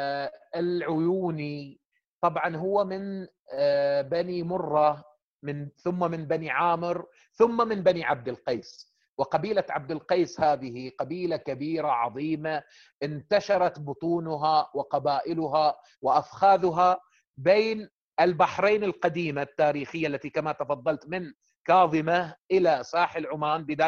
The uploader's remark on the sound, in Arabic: قناة أهل الكهف على برنامج Zoom. قناة أهل الكهف على برنامج Zoom. وتبث مباشر على الفيسبوك والتويتر واليوتيوب.